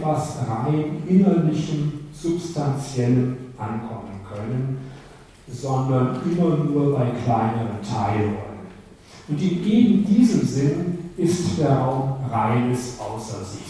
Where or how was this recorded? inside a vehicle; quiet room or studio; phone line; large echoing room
large echoing room